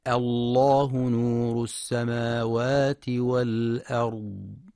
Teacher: في حال الابتداء بلفظ الجلالة، فإن اللام تفخم مع مراعاة ترقيق الهمزة، نحو الله نور السماوات والأرض.